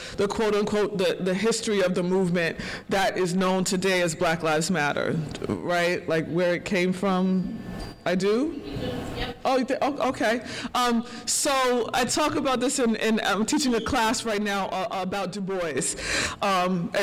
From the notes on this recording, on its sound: As part of the Holyoke Black Lives Matter at School event. This is the recording of her keynote, that brought a warming feeling to all the public in attendance during that cold morning at El Mercado, in South Holyoke.